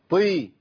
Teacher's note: انا كل اللي عملته ان انا مشيت نفس في الطاء، والطاء ما فيهاش نفس، مقطوعه النفس، مكتومه النفس